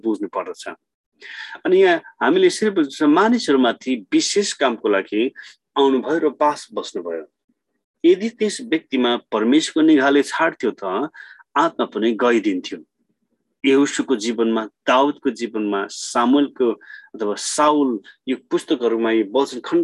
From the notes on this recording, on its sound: Zoom class.